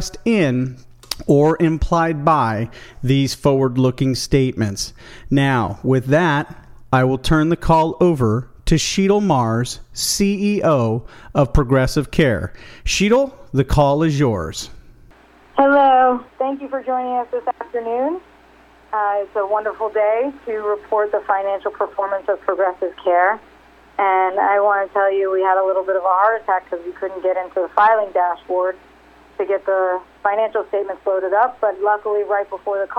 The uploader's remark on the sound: RXMD 2019 3rd Quarterly Conference Call.